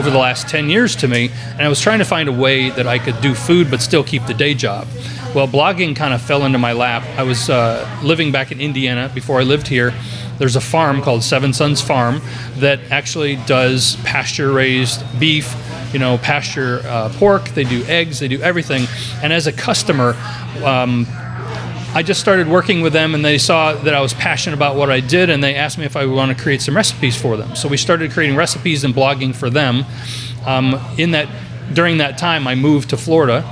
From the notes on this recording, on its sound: Pop-Up Podcast. We shot this live, on location at Cafe 66!